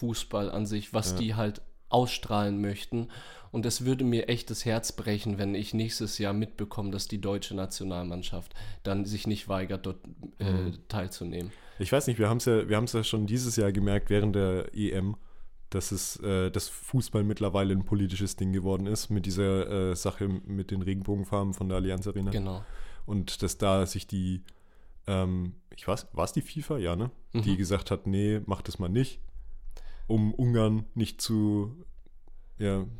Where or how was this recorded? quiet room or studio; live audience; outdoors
quiet room or studio